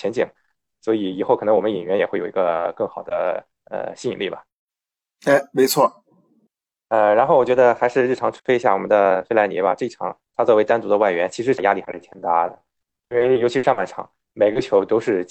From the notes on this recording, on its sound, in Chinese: 这两期节目条件所限使用在线会议软件云录制，效果不好请见谅！